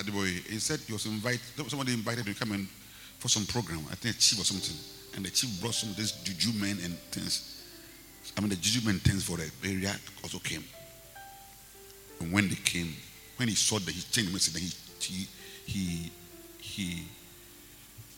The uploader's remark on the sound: Preached at Rose of Sharon Cathedral, Catch the Anointing Centre Denomination, LA -Accra.